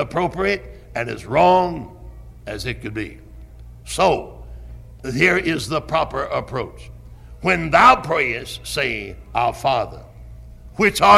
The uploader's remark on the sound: Originally preached at Tabernacle Baptist Church in Greenville, SC on September 2, 1973.